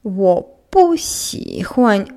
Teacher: Для того, чтобы сказать, что вам что-то не нравится, вы скажете «во пуси хуань во» будет уже третьим тоном, «пу» четвертым, «си хуань» третий и легкий тон